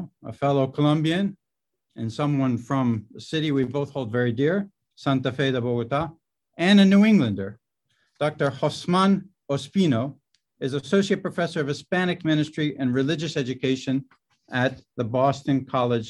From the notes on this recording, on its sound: Originally presented as a live webinar lecture. This event is part of a webinar series on Hispanic Theology.